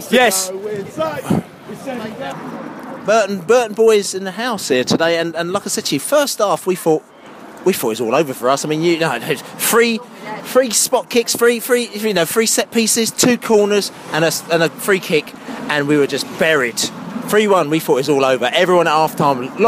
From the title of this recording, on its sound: post-match podcast from the pub